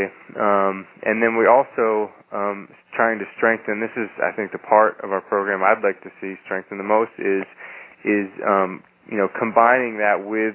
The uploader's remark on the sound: On this recording, you'll hear a fast-paced conference call.